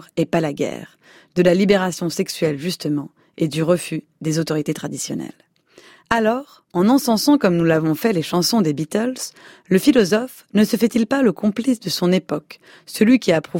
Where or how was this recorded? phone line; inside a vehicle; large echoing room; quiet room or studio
quiet room or studio